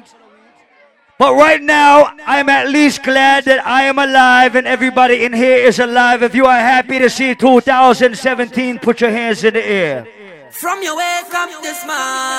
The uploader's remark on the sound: LIVE AT THE ISLAND SATURDAYS NYE BASH. LIVE AUDIO.